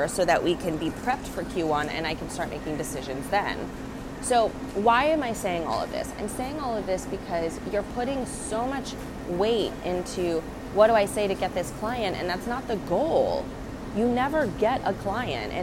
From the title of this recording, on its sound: Walk and Talk